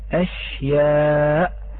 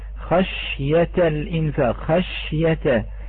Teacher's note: الشين الساكنة من وسط اللسان والياء بعدها متحركة من وسط اللسان فلا إدغام · Term: حروف وسط اللسان